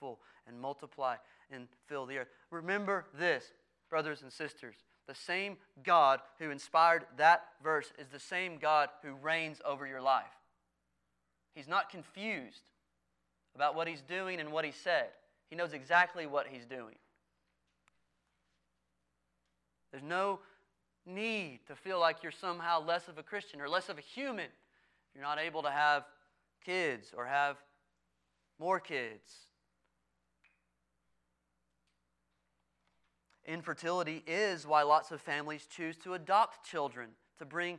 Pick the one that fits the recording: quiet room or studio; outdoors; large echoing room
large echoing room